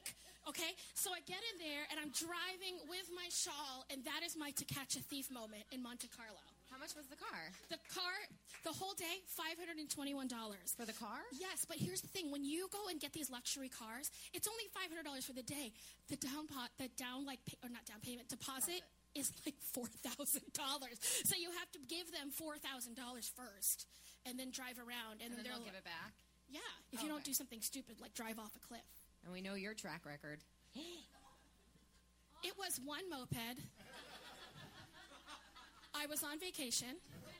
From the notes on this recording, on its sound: 10K Dollar Day is LIVE at The Triad Theatre in New York City!